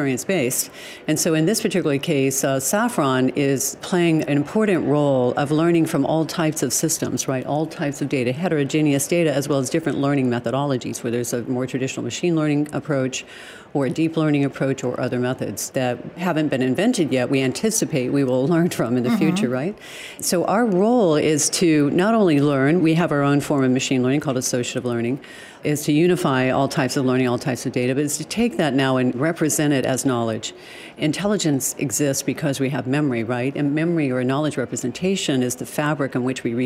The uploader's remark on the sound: joins us live from Intel AI Day in San Francisco.